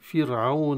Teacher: راء مرققة في فرعون قبلها كسرة